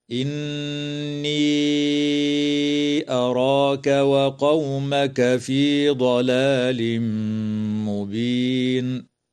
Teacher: ويدغم التنوين في الميم مع الغنة في قوله تعالى: ضلال مبين · النون المشددة من كلمة إني تغن بمقدار حركتين، وتمد الياء في هذه الكلمة حال الوصل بمقدار 4 أو 5 حركات من قبيل المد المنفصل.